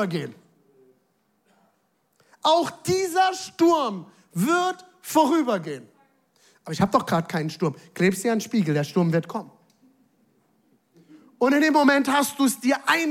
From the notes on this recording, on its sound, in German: Audiomitschnitt der Predigt